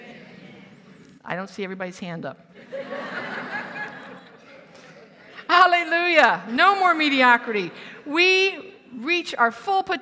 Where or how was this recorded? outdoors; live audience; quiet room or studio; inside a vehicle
live audience